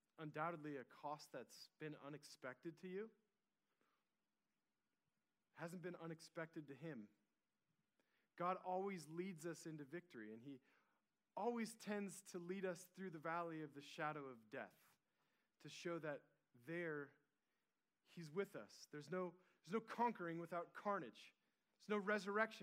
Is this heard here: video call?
no